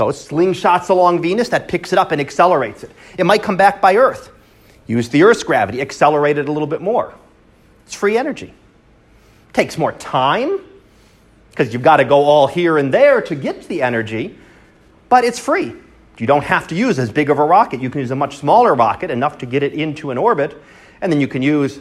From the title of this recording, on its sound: Live Class Lecture